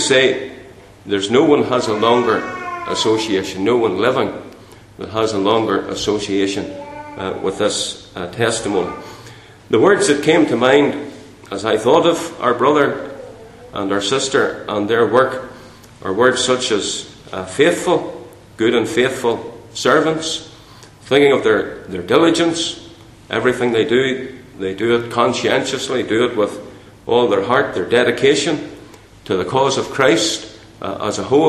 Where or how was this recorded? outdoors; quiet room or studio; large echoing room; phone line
large echoing room